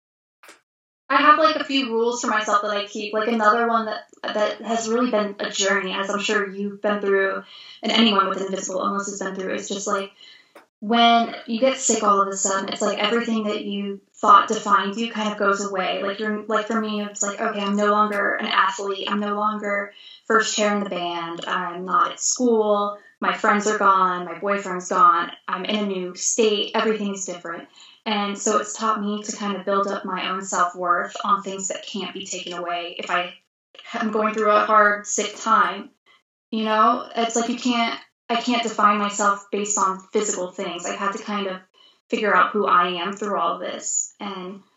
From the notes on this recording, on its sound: Our Skype call was internet cursed.